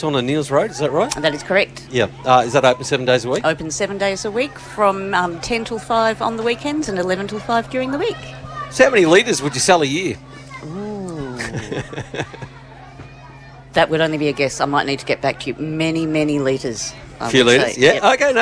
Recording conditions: outdoors